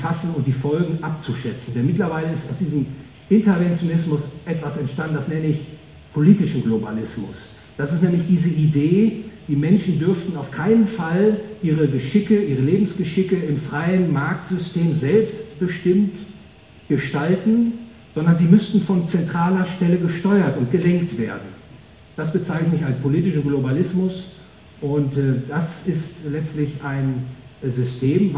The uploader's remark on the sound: Gehalten auf der "World of Value". Frankfurt a.